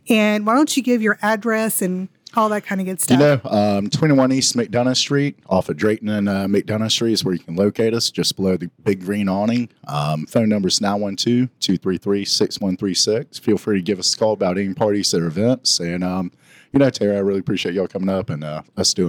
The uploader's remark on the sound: This FESTIVE episode is ON LOCATION at Billy's Place at McDonough's Restaurant and Lounge! In SAVANNAH.